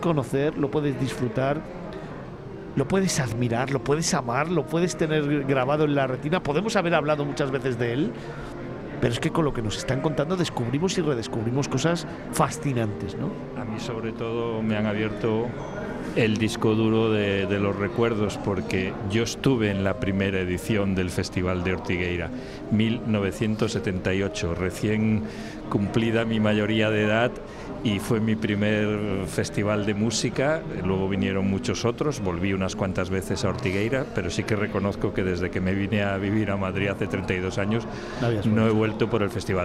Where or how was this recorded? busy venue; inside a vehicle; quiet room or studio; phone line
busy venue